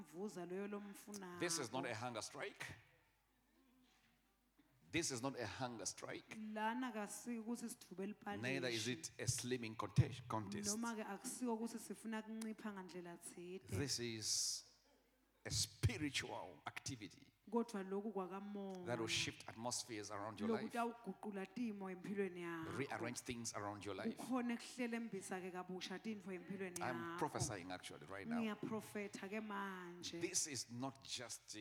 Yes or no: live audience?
yes